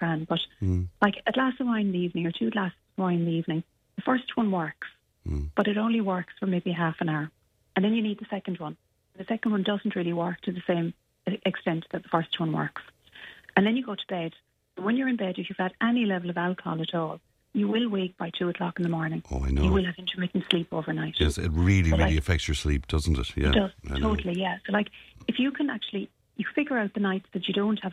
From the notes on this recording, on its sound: on the phone this morning